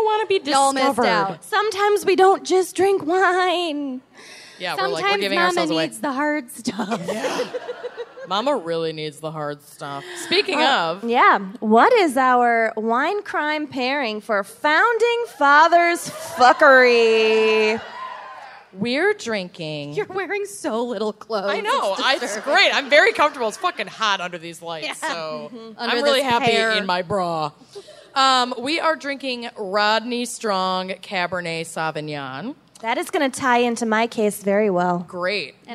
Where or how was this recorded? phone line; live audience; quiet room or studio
live audience